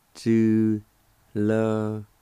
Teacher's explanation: there's an H sound or an aspirated sound right before the Y. You can faintly hear it if you say it slow, but if you say it fast, then you hear it more.